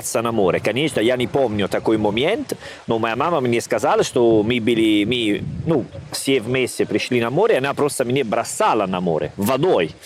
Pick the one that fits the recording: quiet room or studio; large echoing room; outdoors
outdoors